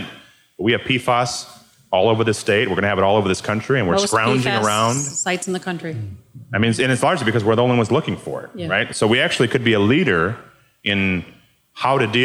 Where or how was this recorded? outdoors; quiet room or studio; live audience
live audience